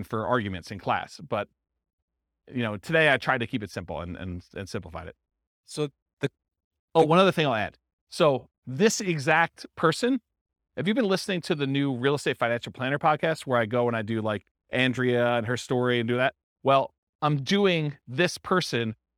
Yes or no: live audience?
yes